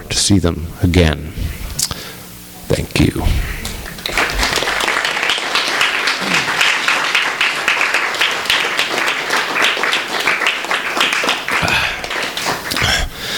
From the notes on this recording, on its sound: THIS EVENT WAS RECORDED LIVE AT SKYLIGHT BOOKS